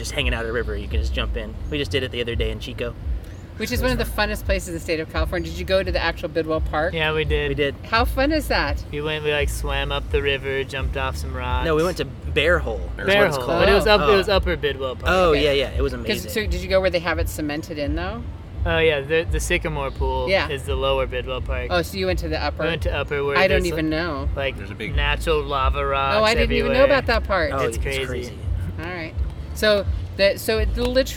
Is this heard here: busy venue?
yes